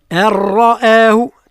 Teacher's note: أرآه تفخيم الراء وترقيق الهمزة